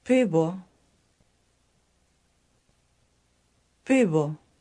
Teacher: This word ends in an O, which makes it neuter, but you really hear an U sound because the ending is not stressed.